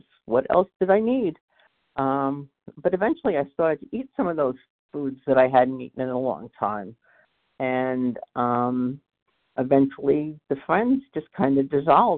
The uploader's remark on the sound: qualification from the 100 Pounders Phone Meeting